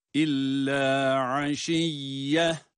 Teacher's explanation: Aşiyyeten burada da geçersek aşiyyeten ama illa aşiyyeh diye de durmuştum sondaki yuvarlakta ha sesiyle okunduğu için burada duruşumuzu da ha sesiyle yapıyoruz. İlla aşiyye şeklinde okuyoruz.